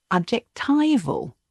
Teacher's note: the stress is on the third syllable